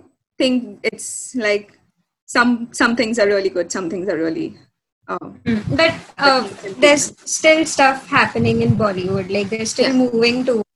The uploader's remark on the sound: due to our poor-quality audio